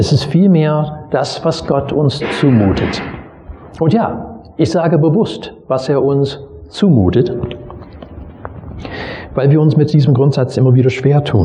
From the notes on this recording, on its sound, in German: Predigt aus dem Gottesdienst vom 22.